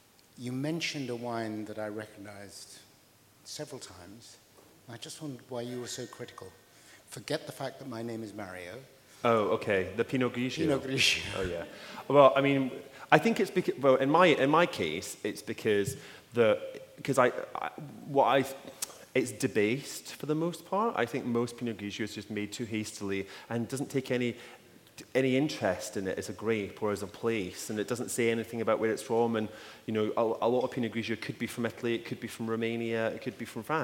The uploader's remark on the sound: Cheltenham hosts the world’s oldest literature festival. Joined me on stage at The Daffodil.